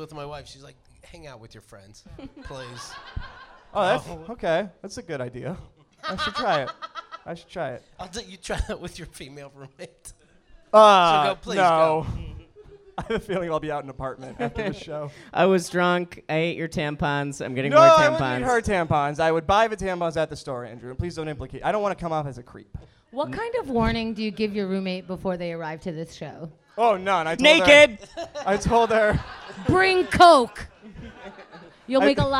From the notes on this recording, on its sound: Recorded live in Brooklyn as part of the 2016 KATG VIP Night!